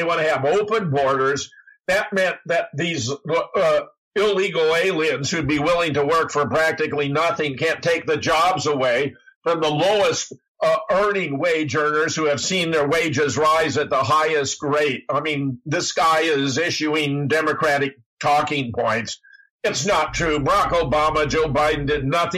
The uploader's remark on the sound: Nevermind the audio clipping.